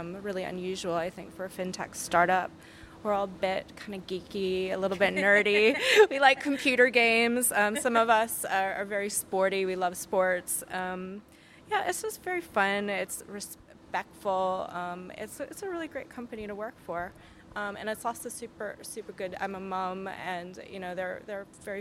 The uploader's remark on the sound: In this bonus episode recorded at Sibos. The annual transaction banking conference.